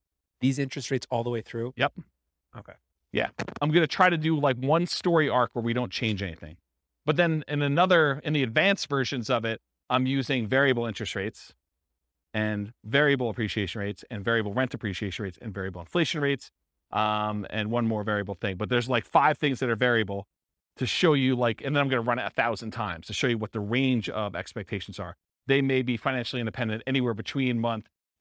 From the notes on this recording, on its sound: This was a live class recorded